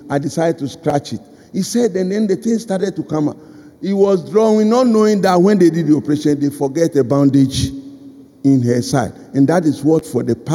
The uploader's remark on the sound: Sermon preached at CBC Shiashie Campus